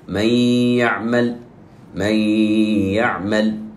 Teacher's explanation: القسم الأول إدغام بغنة، بمعنى نون ساكنة وبعدها حرف من حروف الإدغام بغنة، فإننا ندغم ونضيف غنة قدرها 2 حركات